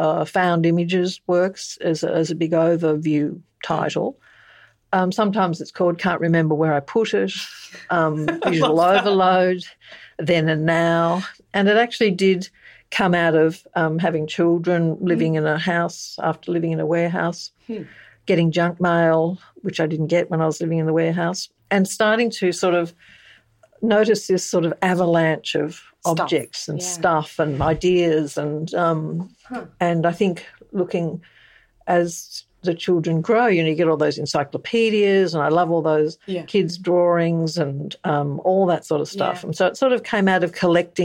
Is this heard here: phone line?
no